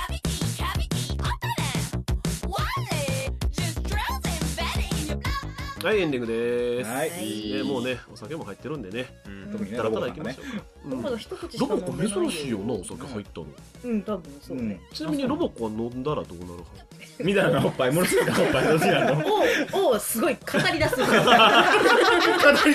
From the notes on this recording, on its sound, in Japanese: ノイズがいっぱい